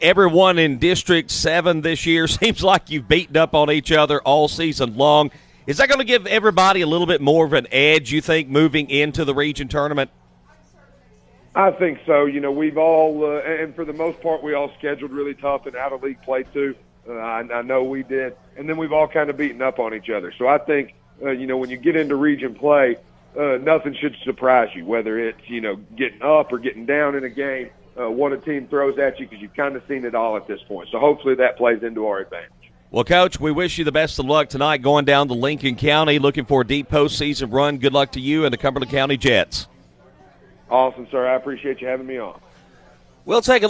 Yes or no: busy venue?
yes